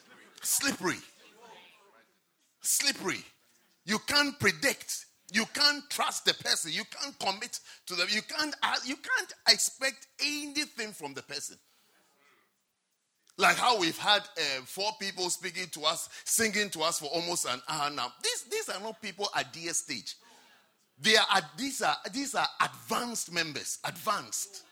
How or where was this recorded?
large echoing room